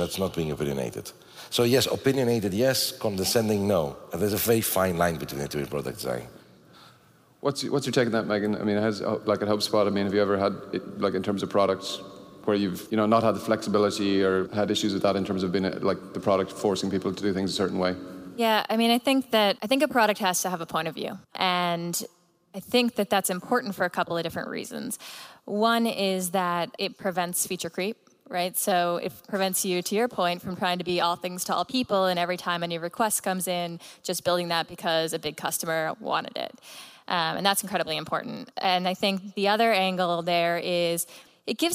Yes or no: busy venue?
yes